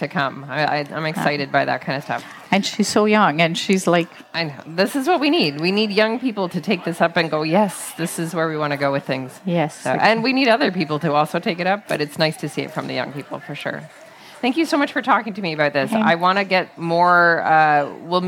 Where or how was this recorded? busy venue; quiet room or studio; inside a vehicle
busy venue